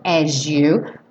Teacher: Então a gente ganhou aí um som de J nesse S, as you. Mas obviamente você pode falar as you.